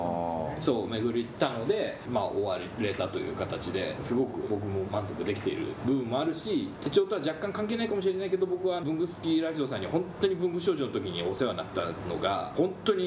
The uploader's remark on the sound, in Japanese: 今回、録音器のトラブルでノイズがあります。とりあえず、取材も収録も終わりかな？と思ってからの貸しスタジオ延長戦です。